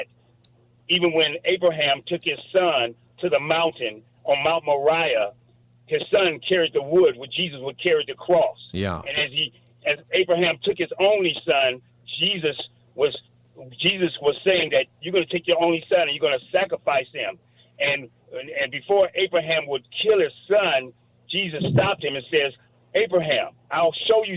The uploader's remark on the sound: Open Phone Friday